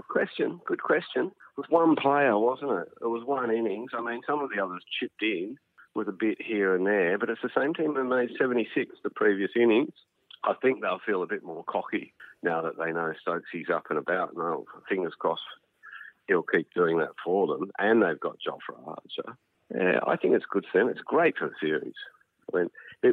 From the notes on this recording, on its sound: The Chief cricket writer for the Australian phones